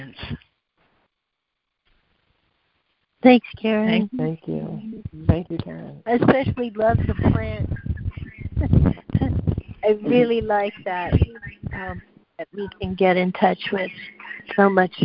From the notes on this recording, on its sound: ACIM Daily Conference Call